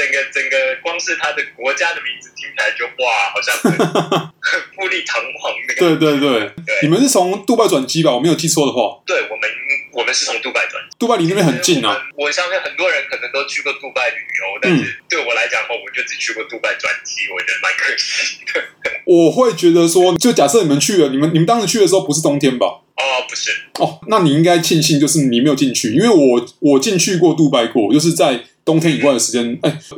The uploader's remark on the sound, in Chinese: 本集白噪音指數：0/5。音質不一定清澈。